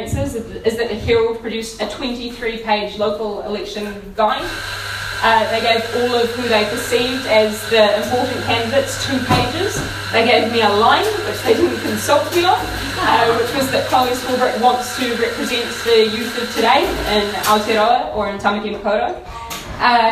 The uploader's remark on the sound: We caught up with her down there. Excuse the background noise. There’s also a clip of her talk at Article at the end of this episode.